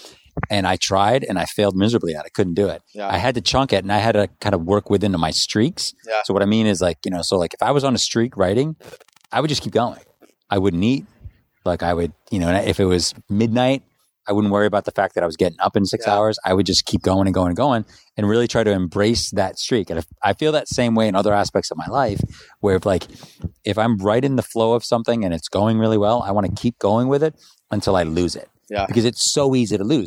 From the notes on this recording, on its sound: We recorded this on the sidewalk outside the gym today so please excuse any minor background noise.